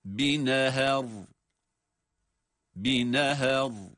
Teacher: Ama ra'ya bağladığımız zaman ra sakin okunacağı için duruş halinde. Ha'nın inceliği yine bozulmuyor. O yine ince okunacak. Sadece kalın okunacak olan ra'dır.